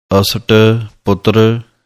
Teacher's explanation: ਪੁੱਤਰ ਪੂਰਾ ਰਾਰਾ ਨਹੀਂ ਹੈ, ਅੱਧੇ ਰਾਰੇ ਦੀ ਆਵਾਜ਼ ਹੈ